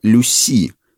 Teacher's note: Настоящее имя лошади было Люси, с ударением на последний слог